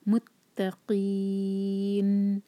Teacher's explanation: ہو دل لل متقین، تا پر شدہ ہے، اور قاف کو نکالیں گے ہم حلق سے. متقین، اور نون پر جب ہم ساکن کریں گے تو نون کی آواز کلیئر آئے